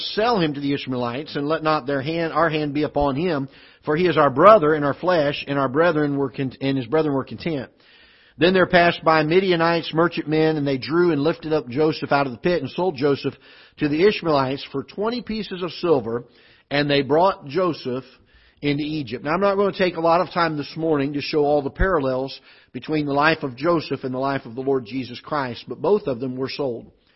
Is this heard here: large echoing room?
yes